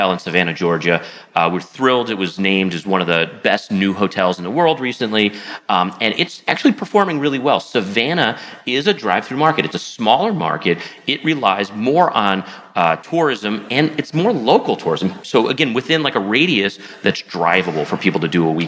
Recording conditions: busy venue